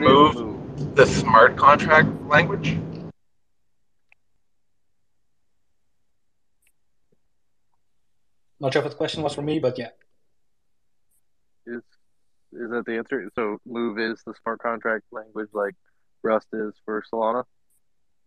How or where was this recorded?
video call